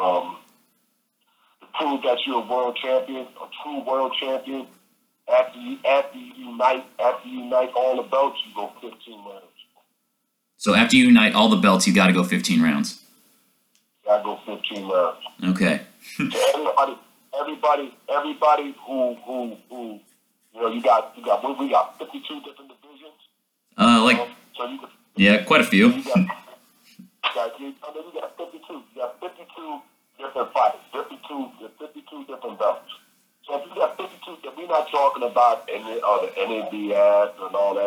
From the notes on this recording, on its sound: Phone interview.